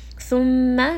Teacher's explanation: mim has a shadda, so this is going to have a bit more ghunna. Make sure that you bring this up into the nose and spend a little bit of time reciting this.